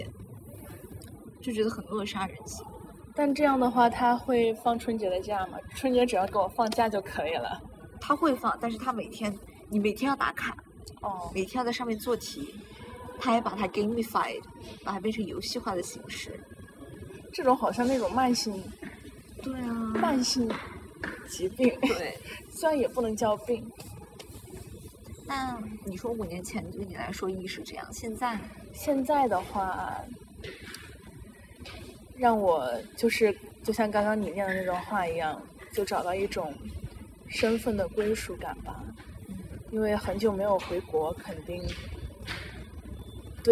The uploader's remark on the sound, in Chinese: 本期节目的录制环境由于是在室外，因此收听过程中听众朋友们会听到一些杂音